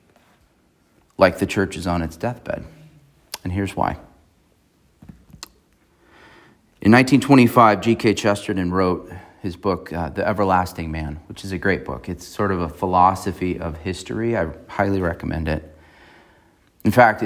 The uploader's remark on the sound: on April 30, 2023 at Emmanuel Baptist Church in Fallbrook, California.